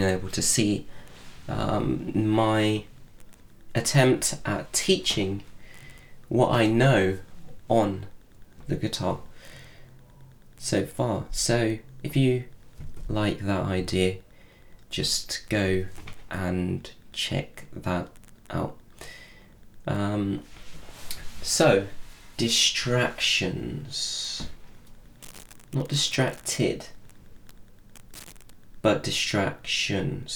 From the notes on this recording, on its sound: Sorry about the scratching noises. I think i need to clear up some space on my computer to help my DAW work better.